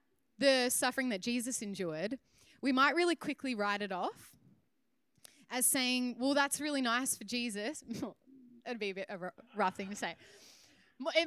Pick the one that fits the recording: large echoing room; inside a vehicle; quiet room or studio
large echoing room